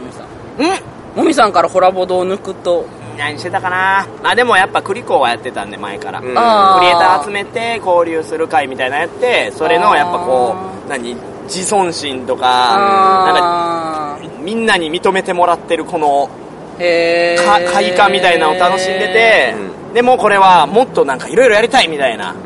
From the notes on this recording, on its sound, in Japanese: 2019年ゲームマーケット春1日目終わりで収録したお台場橋の上回